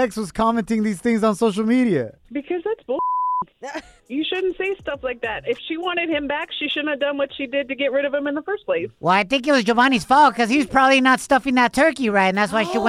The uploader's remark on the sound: We opened up the phone lines and asked our listeners